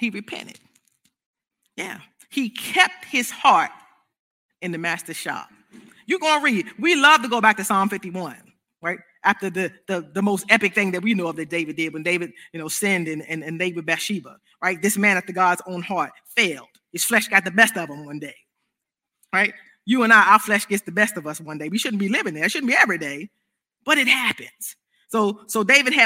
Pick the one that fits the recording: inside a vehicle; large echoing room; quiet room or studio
large echoing room